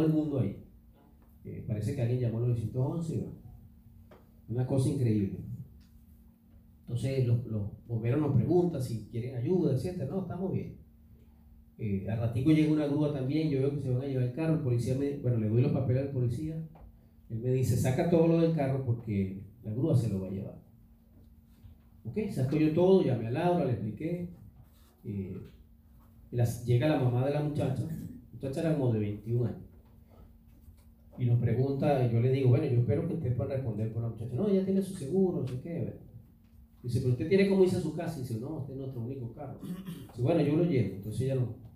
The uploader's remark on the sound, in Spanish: fue grabada el 7 de abril del 2019 en vivo en nuestra iglesia, Church of God Centro Cristiano Renacer